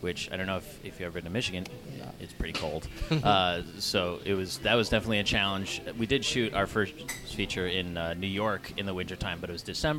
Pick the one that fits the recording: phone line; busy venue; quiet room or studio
busy venue